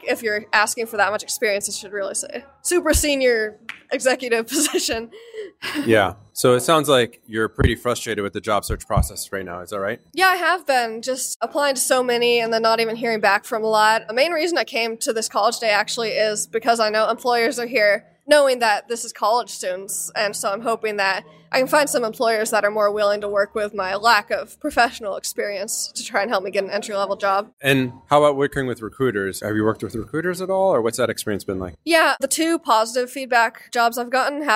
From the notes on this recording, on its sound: This was recorded at RSA Conference 2020.